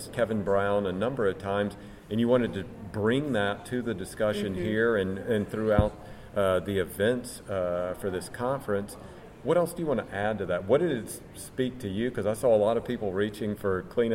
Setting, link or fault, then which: setting, busy venue